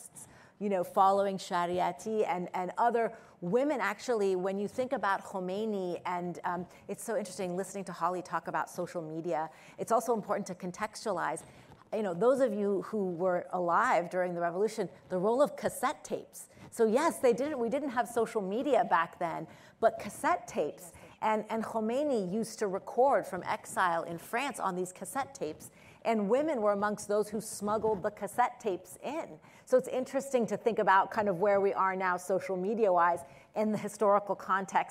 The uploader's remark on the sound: At Zócalo Public Square. Live from ASU California Center at the historic Herald Examiner Building.